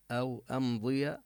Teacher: البحرين أو أمضي، الواو مثل الياء التي سبقت حرف لين، أو أمضي، وهنا الميم حكمها الإظهار لا نطيل الغنة عندها